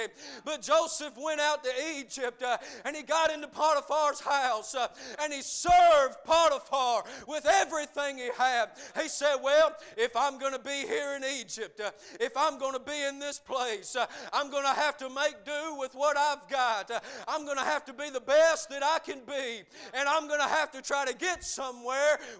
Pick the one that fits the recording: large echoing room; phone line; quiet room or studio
large echoing room